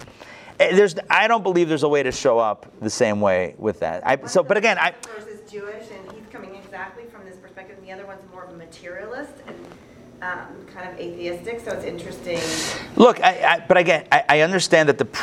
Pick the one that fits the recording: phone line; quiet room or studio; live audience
live audience